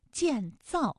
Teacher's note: 建这个字呢可以读得轻一些，造呢就重一些 · 都是四声组合的词语，读起来呢很容易读得生硬，因为它都是降调